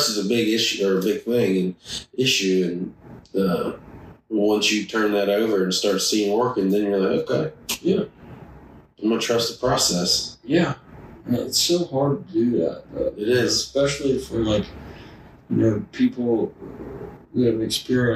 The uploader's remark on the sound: We did experience microphone issues during the recording, so the quality is lower than usual.